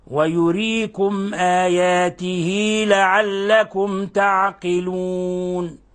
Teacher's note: لعلكم آياته، لاحظوا إخواني أخواتي، آياته، آيات الكسرة أشبعناها فصارت ياء، وبما إنه ليس وراها همز فلا تمد إلا مقدار حركتين، تمد مد طبيعي. فنقرأها: ويريكم آياته لعلكم تعقلون، ولا نقول ويريكم آياته لعلكم، آياته لعلكم، هذه كسر، هذه الكسرة نشبعها، يعني نمدها مقدار حركتين فتصبح ياء، ياء.